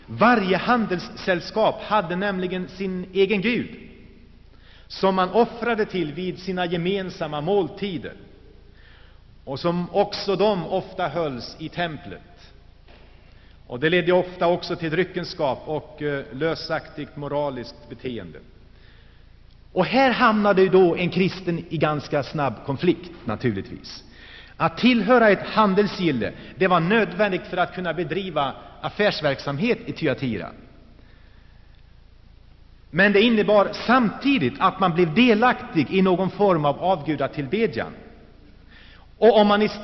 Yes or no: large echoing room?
yes